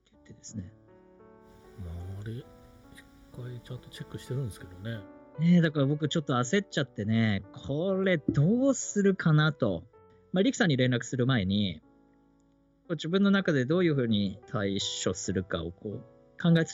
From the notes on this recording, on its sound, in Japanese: リモートラジオ録音に失敗して聞きづらくてすみません。